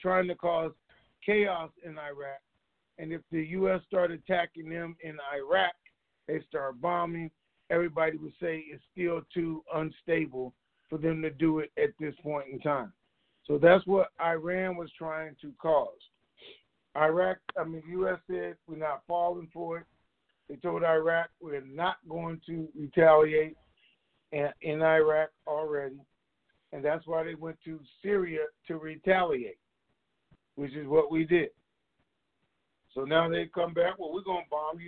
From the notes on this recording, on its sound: TNTSuperfantastic Conference Call